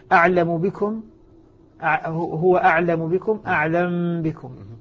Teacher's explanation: من قبل الباء، تسكن الميم ثم بعد ذلك تخفى فيها